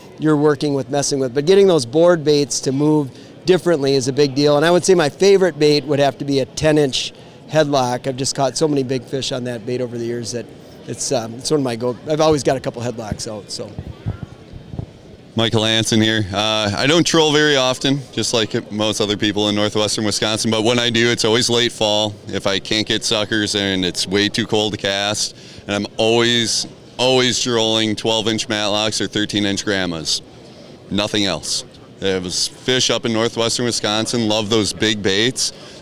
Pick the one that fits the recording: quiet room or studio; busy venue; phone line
busy venue